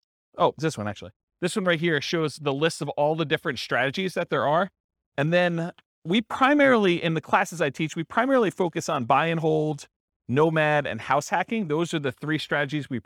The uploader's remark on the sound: This was a live class recorded